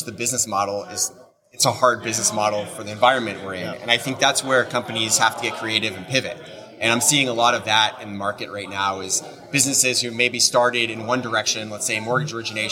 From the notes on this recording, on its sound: This episode was recorded at our recent HousingWire Annual event